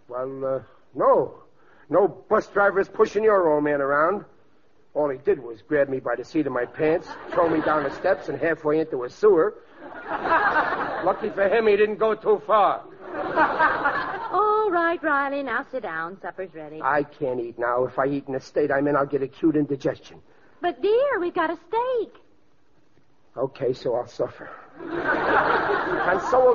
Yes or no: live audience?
yes